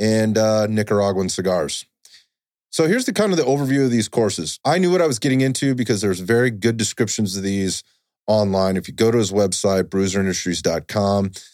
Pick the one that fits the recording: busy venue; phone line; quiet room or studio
quiet room or studio